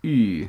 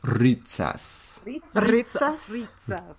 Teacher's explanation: The next vowel is, it's just like E, but you round your lips